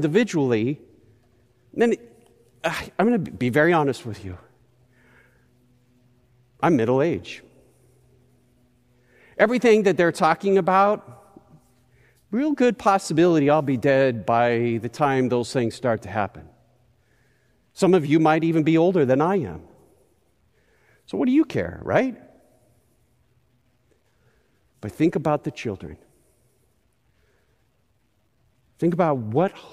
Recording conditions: large echoing room